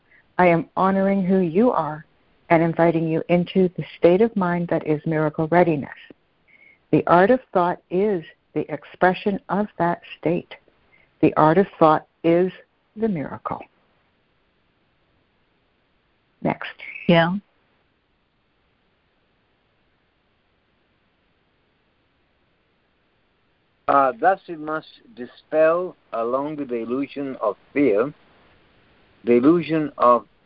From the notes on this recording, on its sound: A Course in Miracles [ACIM] Students are joining together on a Free Conference Call to study A Course of Love [ACOL].